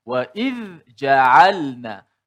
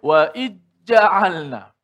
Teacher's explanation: kesalahan yang biasa berlaku di sini banyak ialah mengidromkan zal ke dalam jim · Shown in: second take